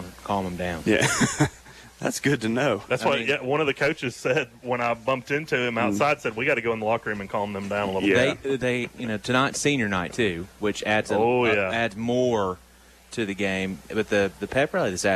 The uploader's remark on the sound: A live edition from Chorba-Lee Stadium